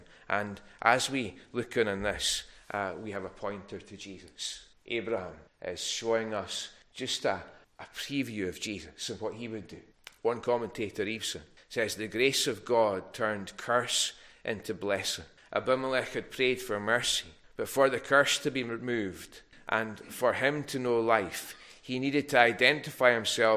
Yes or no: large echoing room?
yes